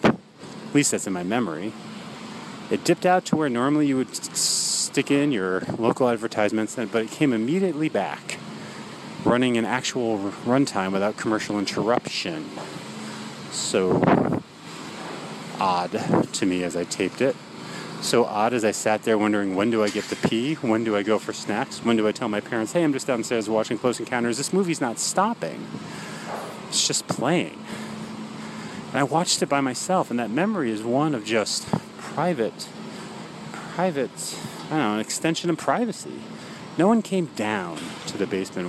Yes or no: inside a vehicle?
yes